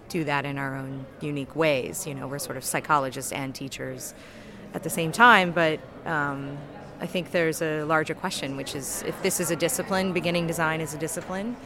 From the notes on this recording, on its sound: Live from day two of NCBDS 31. Special "live" conference podcasts.